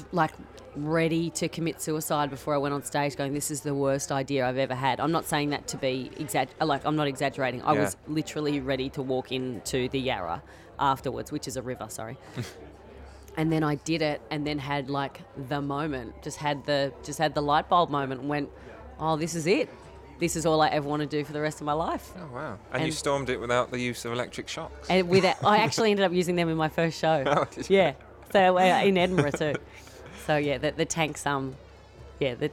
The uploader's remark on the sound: in Abbatoir Bar at the Edinburgh Fringe Festival